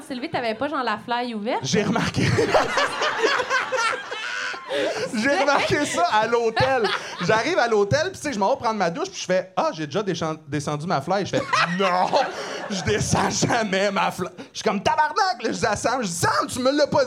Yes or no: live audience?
yes